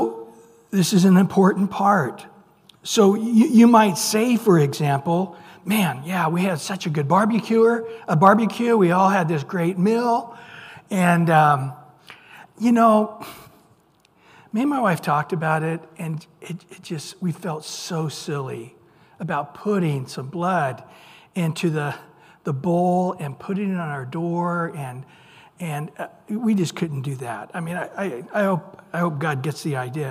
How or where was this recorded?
large echoing room